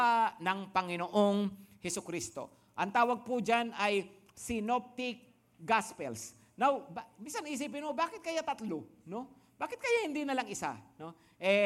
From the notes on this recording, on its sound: Preached last April 18, 2023, at Grace Testament Church's 5 PM worship.